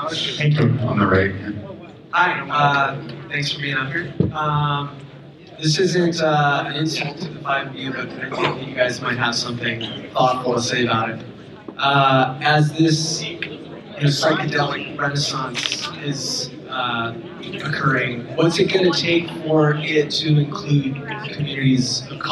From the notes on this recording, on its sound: Taped live at the first ever Los Angeles based psychedelic symposium (LAPSS)